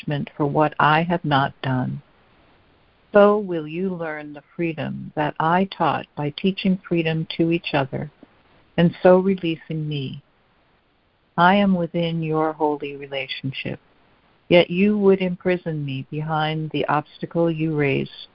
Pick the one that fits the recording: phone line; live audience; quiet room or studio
phone line